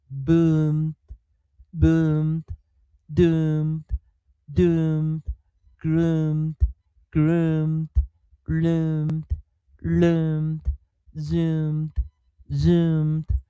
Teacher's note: m 的后方如果有过去式或者是复数型的时候，我们会直接用 voice 浊化浊化的一个发音